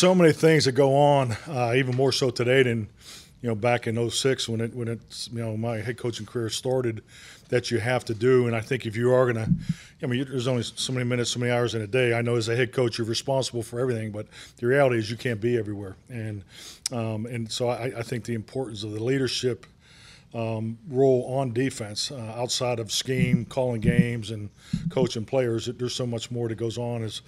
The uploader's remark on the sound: The Dallas Cowboys hosted an introductory press conference. At the team's headquarters at The Star in Frisco.